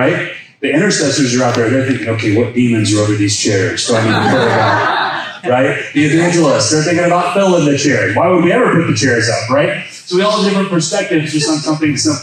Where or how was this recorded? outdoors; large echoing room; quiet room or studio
large echoing room